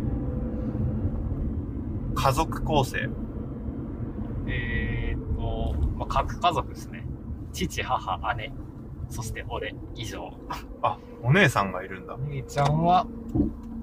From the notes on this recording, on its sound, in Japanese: 北海道は厚真町に移住した僕たちが。ドライブトーク。車の音が入っていますが今後音質は改善していけるよう努力します。